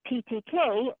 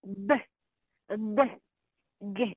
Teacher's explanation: If you put the top of the tip of the tongue against the hard palate, you get that sound. So these sounds can be either voiceless, as you would just TTK, or voiced, b, b, g. It's the same place and the same manner of articulation